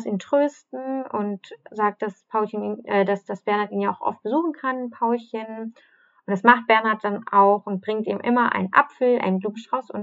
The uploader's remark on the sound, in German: Bessere Aufnahmequalität gibt es ab Folge #03.